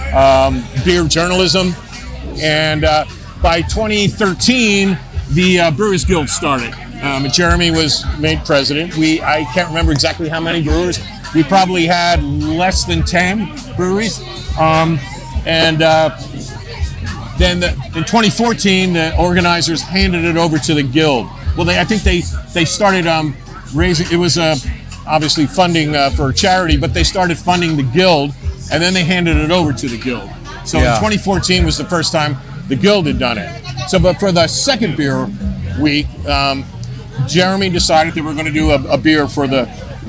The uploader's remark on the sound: LIVE episode of HopTalk, recorded at the recent LA Beer Week kickoff festival